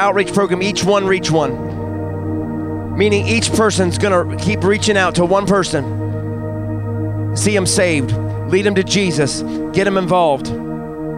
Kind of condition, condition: setting, large echoing room